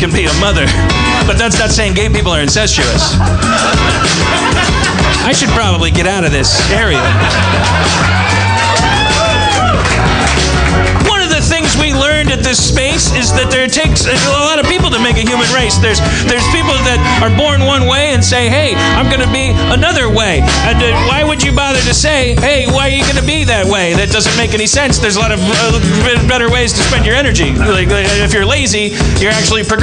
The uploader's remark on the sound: Harmontown performs its last show on the stages of Nerdmelt in the back of Meltdown comics.